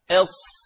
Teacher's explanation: هذه الصاد فيها من صفات الاستعلاء والإطباق وكذلك الصفير، وهذه كما سيأتي إن شاء الله كلها تعتبر من صفات القوة.